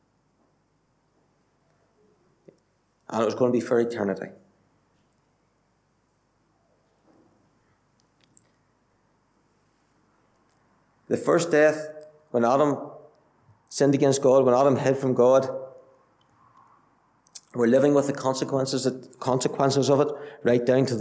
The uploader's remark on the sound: Listen to the Gospel Audio from Ballyclare Gospel Hall.